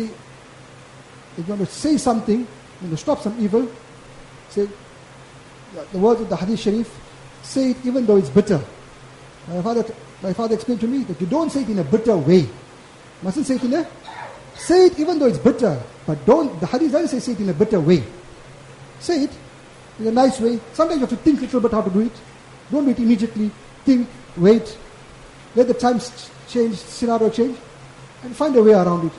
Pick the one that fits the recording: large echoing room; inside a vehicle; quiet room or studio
large echoing room